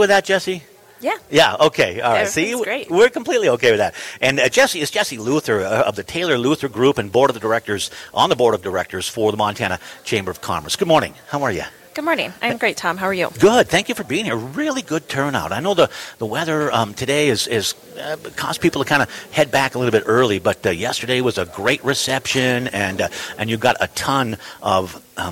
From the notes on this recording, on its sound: Broadcasting LIVE – MT Chamber’s Business Days at the Capital